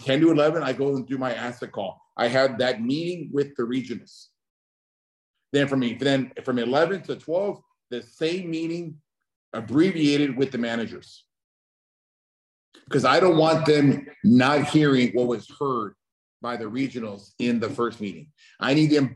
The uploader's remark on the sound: Welcome to another Special Zoom session